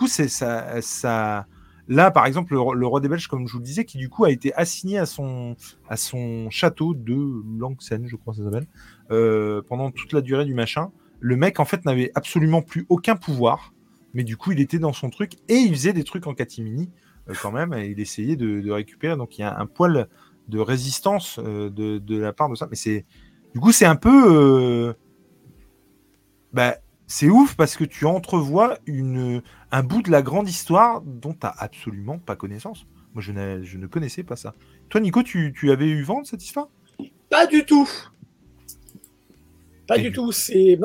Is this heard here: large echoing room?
no